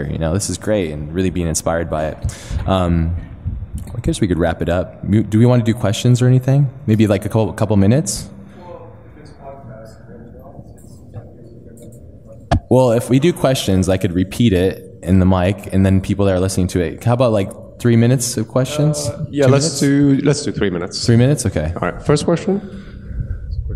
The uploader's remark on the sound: This week's episode is a live recording. From Industry Workshops event held in London this past August.